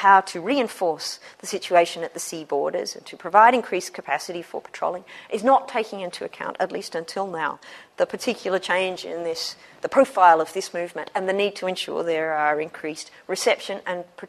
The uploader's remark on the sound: Special lecture, Michaelmas term 2013. Recorded on 24 October 2013 at the Oxford Department of International Development, University of Oxford.